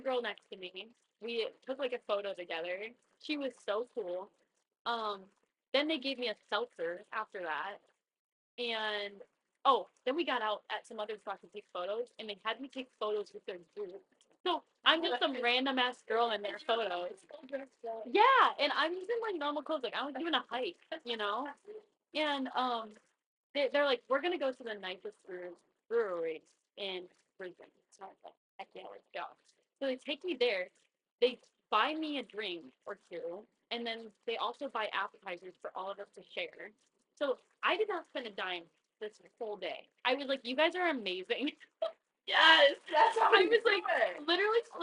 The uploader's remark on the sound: Sorry about the audio being shit, I think there is something wrong with my mic.